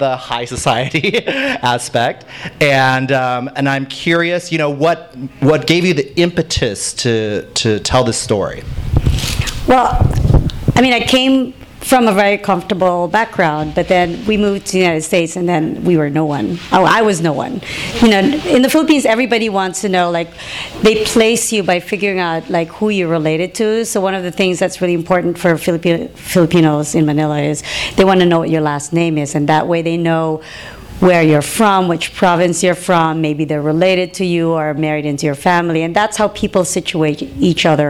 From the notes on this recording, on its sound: THIS EVENT WAS RECORDED LIVE AT SKYLIGHT BOOKS ON MAY 4, 2013.